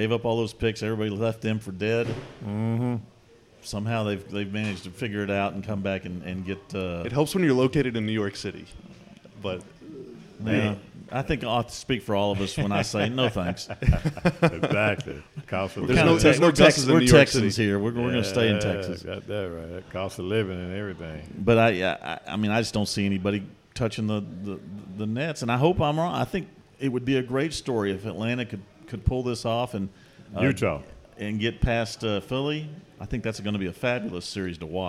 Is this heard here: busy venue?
yes